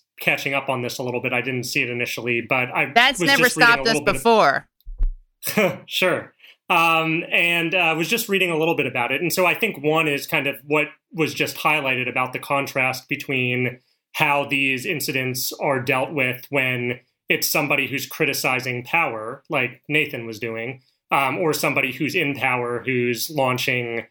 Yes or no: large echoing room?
no